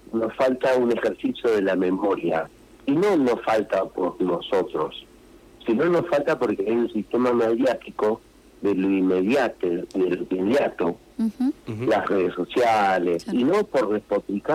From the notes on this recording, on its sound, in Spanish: Vía entrevista telefónica